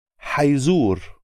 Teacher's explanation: The I is almost dropped out.